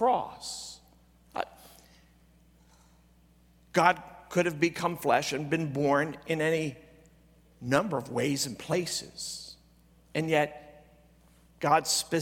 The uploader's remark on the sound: at Greentree Church on December 24, 2023 during the Christmas Eve service